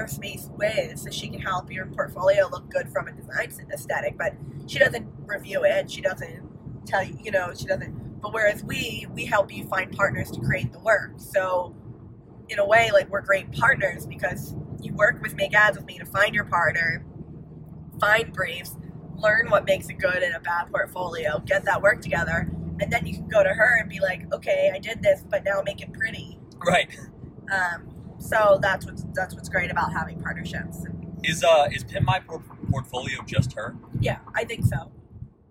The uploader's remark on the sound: On the drive back to Orlando they decide to do an impromptu podcast and talk about their experience. This was recorded in an iphone in a car with a lot of road noise. The audio is cleaned up as best as I could manage but...